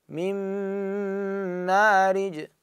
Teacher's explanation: أطيل المكوث على الميم من مارج هكذا. فصار عندي من أقسم بغنة أقول ينمو ذني · Term: غنة التشديد